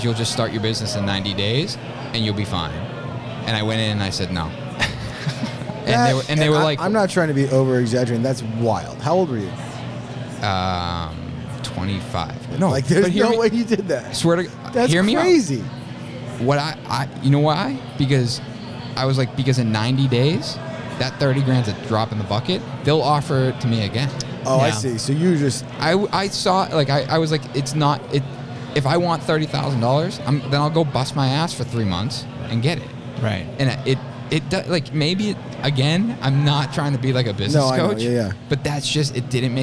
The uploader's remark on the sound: LIVE from Buildertrend University